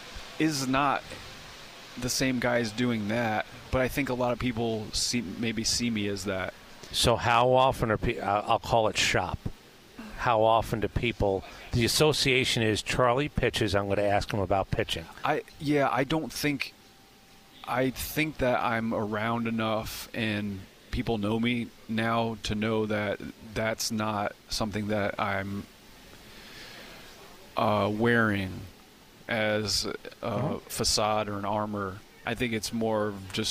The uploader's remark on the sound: at 2024 Braves Fan Fest